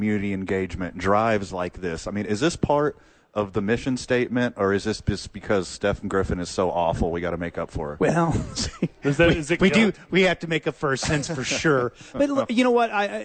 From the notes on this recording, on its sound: Live from Dreamstyle Remodeling helping the homeless.